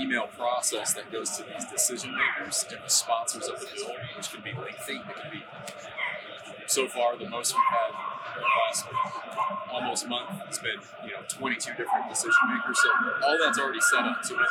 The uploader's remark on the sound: It was so good to be back at the Western Hunting and Conservation Expo in Salt Lake, recording live eps. From the Initial Ascent booth!